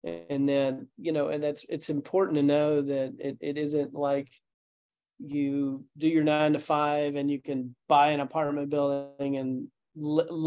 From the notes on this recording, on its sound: In this special Zoom session